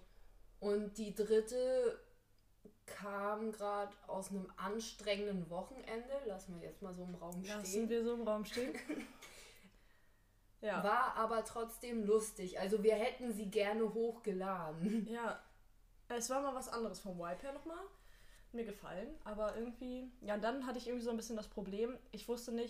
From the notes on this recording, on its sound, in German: technische Schwierigkeiten gehen uns mächtig auf die Nerven